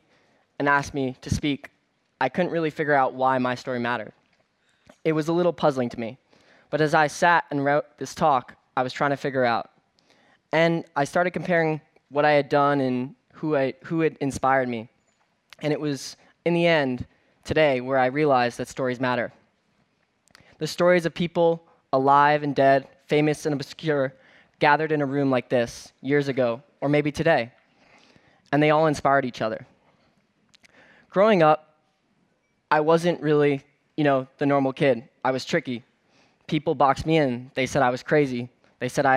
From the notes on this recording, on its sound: On stage at #BoFVOICES.